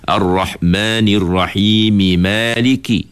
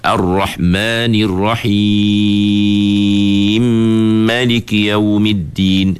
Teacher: Walaupun huruf mim pertama tu tak mati, tapi dia baca dengan idgham. · Shown in: second take · Term: idgham mislain kabir